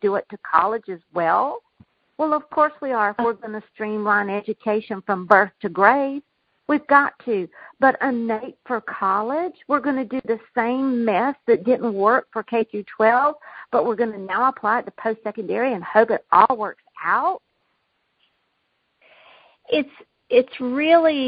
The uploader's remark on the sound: Communication Team Conference Call 3